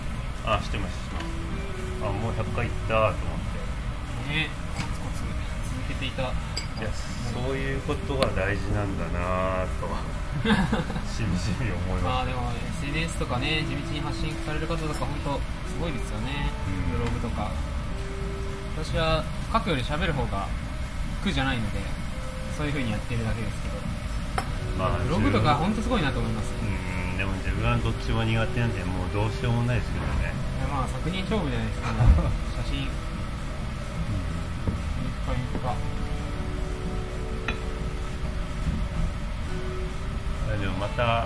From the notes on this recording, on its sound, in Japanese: 飲食店での打ち上げトークのためノイズ多めでお送りしています。